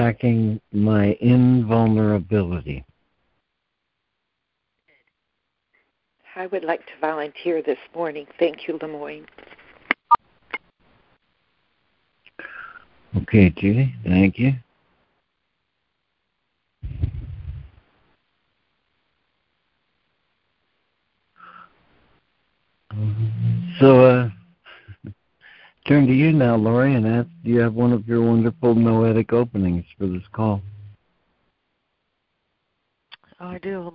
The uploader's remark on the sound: ACIM Daily Conference Call.